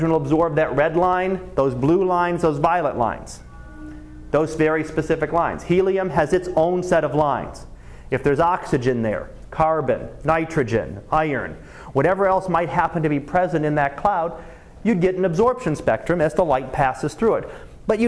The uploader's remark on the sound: Live Class Lecture